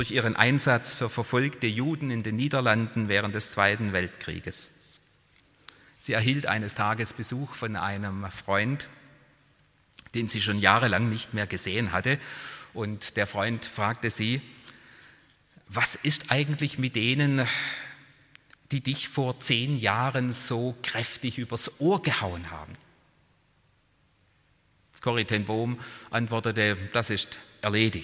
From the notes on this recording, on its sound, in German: Präsenz-Gottesdienst der Missionsberg-Gemeinde (Liebenzeller Mission)